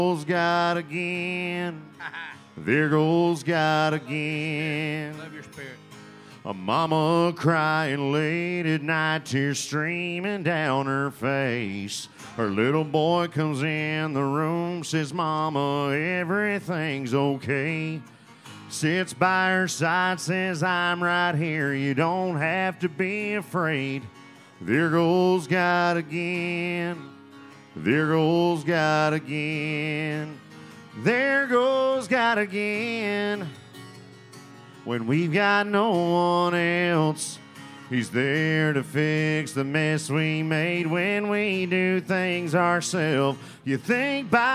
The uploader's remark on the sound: Rounds At Live Oak In Nashville (Round 5)